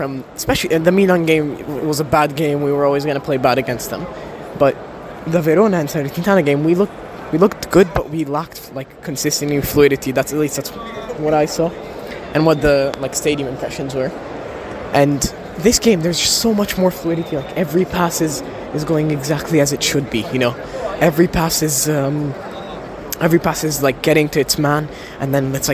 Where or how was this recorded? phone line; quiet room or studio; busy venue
busy venue